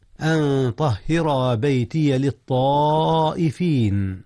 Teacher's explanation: إخفاء نون أن قبل الطاء وهي من حروف الإخفاء